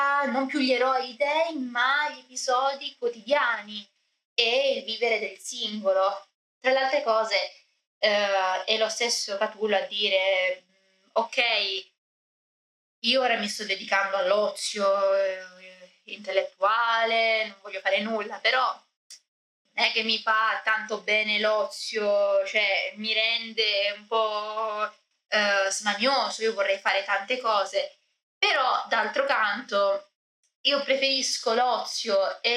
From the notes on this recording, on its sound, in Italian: Scusate l'audio non al meglio ma ci sono stati problemi al mic.